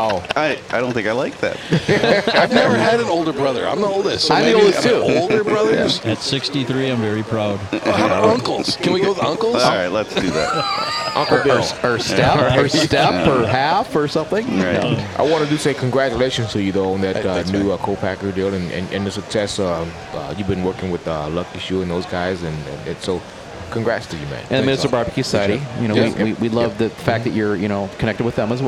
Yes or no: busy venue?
yes